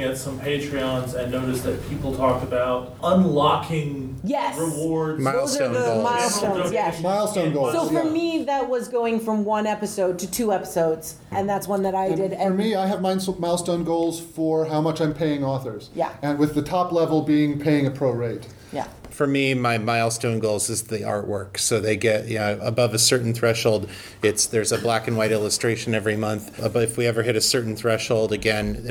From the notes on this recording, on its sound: In this panel from Balticon 51